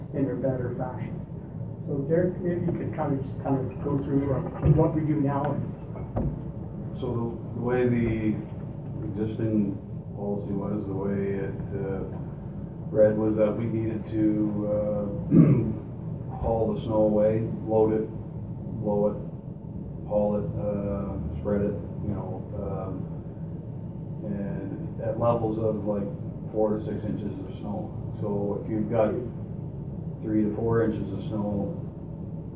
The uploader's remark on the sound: Audio recording of the December 10, 2018 Regular Meeting of Peace River's Town Council.